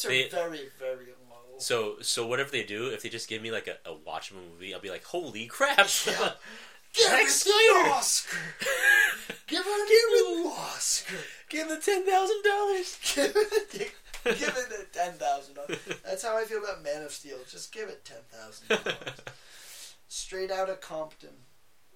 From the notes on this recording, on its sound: The audio was shit.